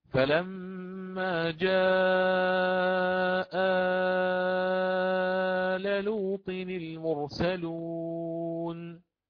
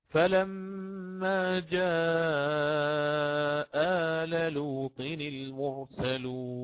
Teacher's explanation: أنا أقرأ بإبدال الهمزة الثانية ألفا مع الإشباع · Shown in: first take